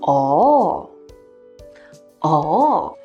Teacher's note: It is marked as the fourth falling tone, but in real life, people often say it with a twist, like a combination of tones